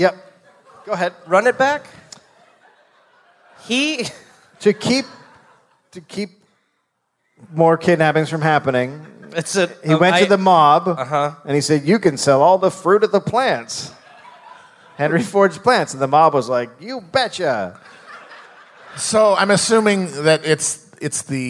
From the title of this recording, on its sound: Live in Detroit